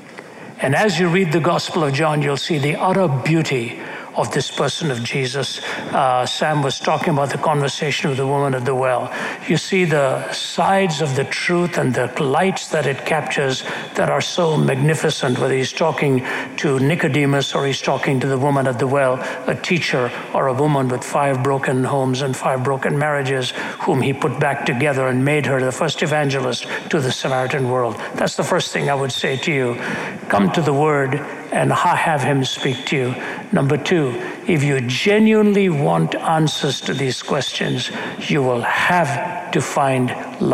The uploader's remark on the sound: During a Q&amp;A series in Hamilton, Canada. During a Q&A series in Hamilton, Canada.